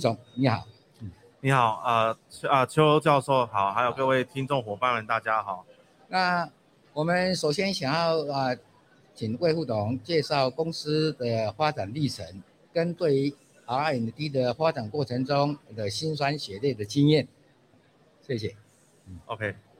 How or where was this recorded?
busy venue